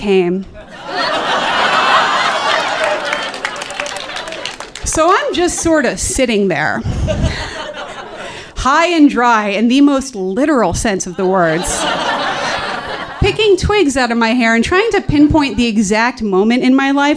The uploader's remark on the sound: Live From Chicago